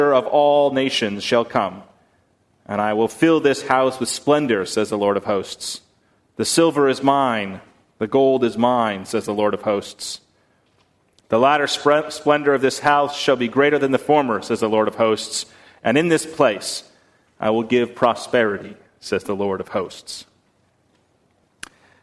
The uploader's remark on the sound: on November 10, 2019 at First Congregational Church of Houston